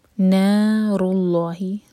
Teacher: نا لائٹ اور دو حرکہ لمبا، رو ہیوی، اس کے بعد لام جلالہ ہیوی. نار اللہ، آگے لام ساکن سے کنیکٹ کریں گے.